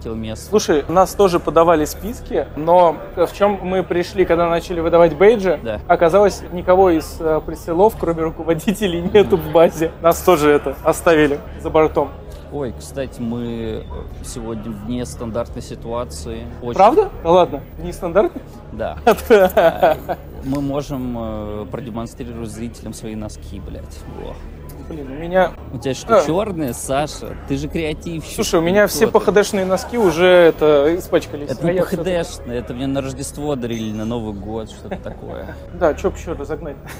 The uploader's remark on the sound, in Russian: Почему у нас опять странный звук на фоне.